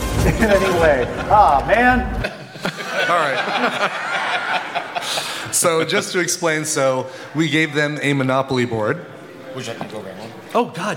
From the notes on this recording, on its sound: TMS live from Viva TMS Vegas 2023